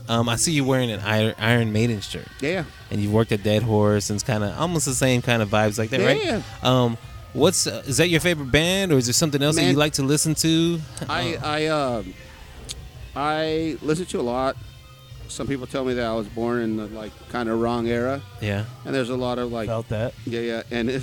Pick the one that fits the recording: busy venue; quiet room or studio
busy venue